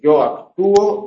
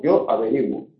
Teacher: acento sobre la U, o averiguo, acento sobre la I